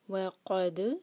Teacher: قاف ہیوی اور دال پر قلقلہ